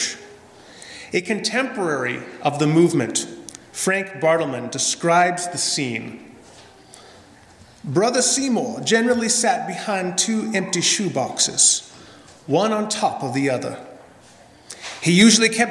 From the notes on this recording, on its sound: This is a sermon I preached at Lendrum Mennonite Church in Edmonton, AB on Pentecost Sunday 2017.